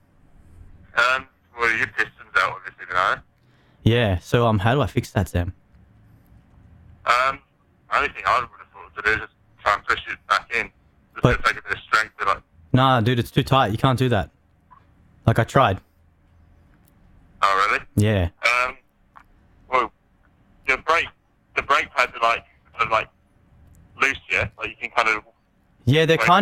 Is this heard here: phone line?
yes